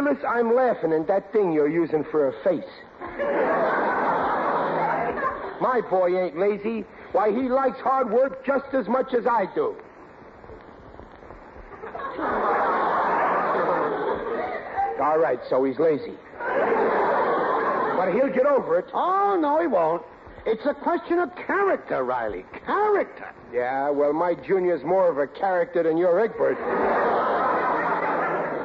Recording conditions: live audience